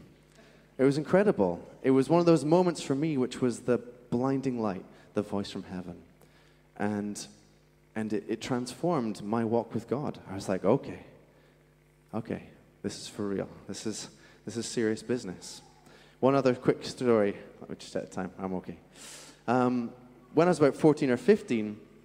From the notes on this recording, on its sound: Streamed live at St Paul's Shadwell on Sunday, 26 March 2023.